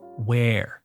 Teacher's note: The E in where is like the Spanish open E, E. where.